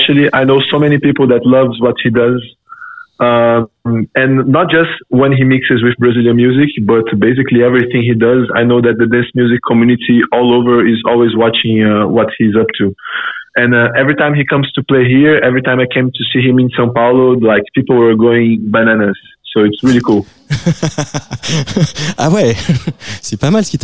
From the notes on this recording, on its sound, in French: au téléphone depuis le Brésil